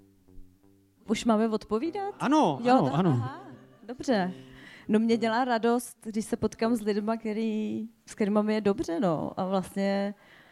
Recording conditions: live audience